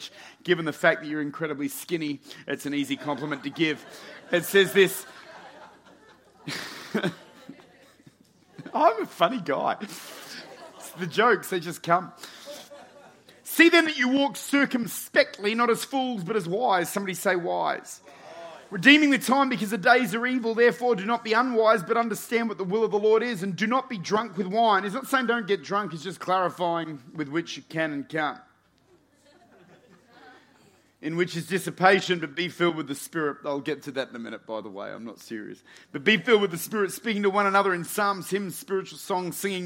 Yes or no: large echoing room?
yes